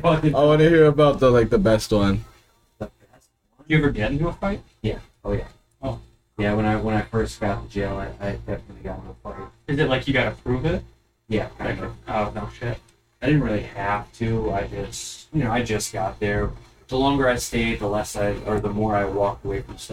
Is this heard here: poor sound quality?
yes